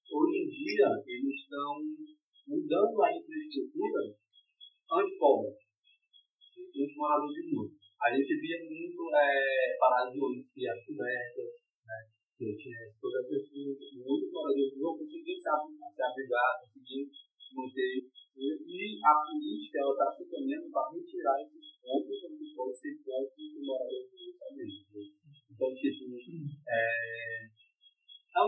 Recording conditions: background noise